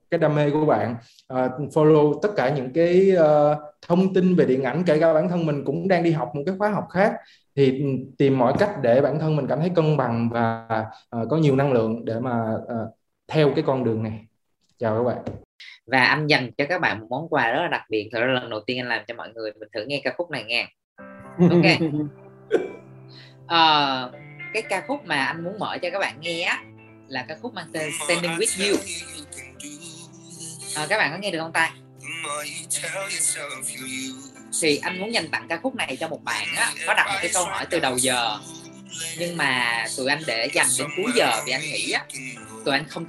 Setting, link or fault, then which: link, video call